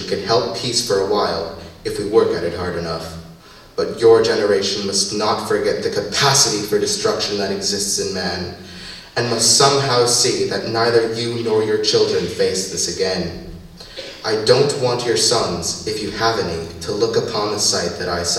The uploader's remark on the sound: The Thief River Falls Lincoln High School Choral Department present Speaking Words of Wisdom. Recorded May 10, 2015 at the Lincoln High School Auditorium in Thief River Falls, Minnesota.